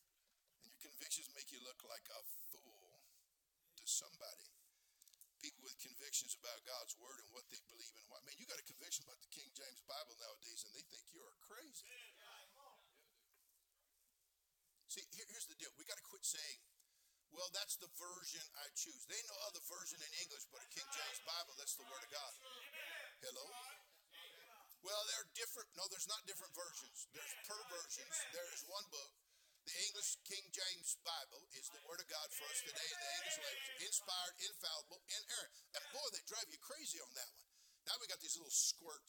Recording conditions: large echoing room